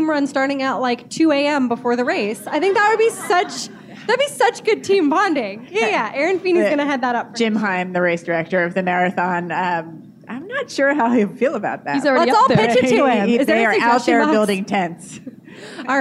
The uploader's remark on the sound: LIVE at the United Airlines NYC Half.